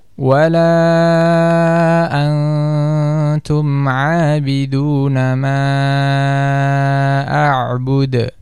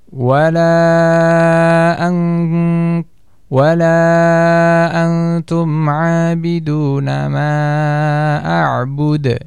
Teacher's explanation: Dia mengurangi porsi harokat yang semestinya ditunaikan, yaitu dua harokat, namun dia menguranginya · Shown in: second take · bahkan mungkin bisa terjadi dia tidak memberikan sedikit pun dari harokat tersebut.